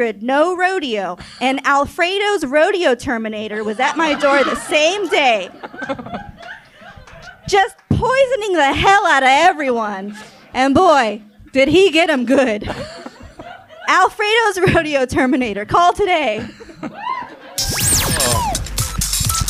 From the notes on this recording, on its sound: live from the Crocker Art Museum’s ArtMix